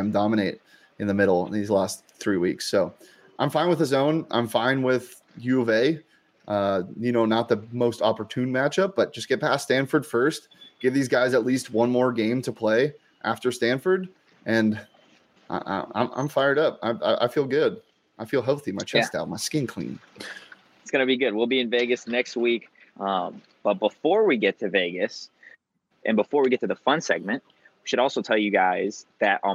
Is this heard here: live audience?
no